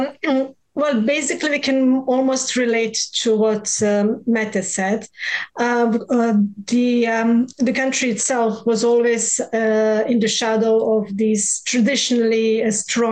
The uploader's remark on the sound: Virtual RoadShows Panel